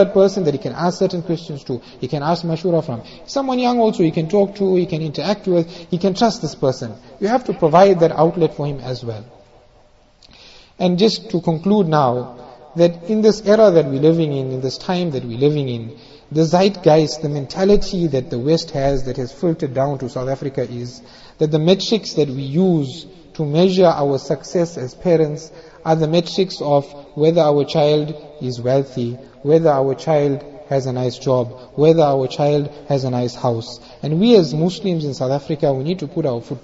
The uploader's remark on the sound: Jumuah Lecture